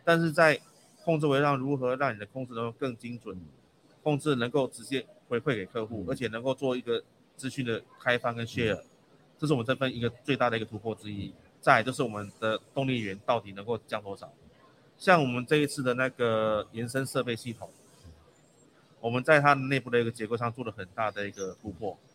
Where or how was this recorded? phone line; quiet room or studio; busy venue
busy venue